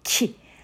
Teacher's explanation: 激音の方はこうちょっと唾を飛ばすような感じ激しく息を吐くような感じですね